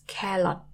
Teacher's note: another thing Thai people like to do is replace the R sound with L sounds. So instead of carrot, it's calot.